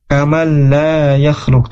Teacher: huruf nun ketemu dengan huruf lam, nah ini tidak gunnah ya, bila gunnah atau idgham bila gunnah.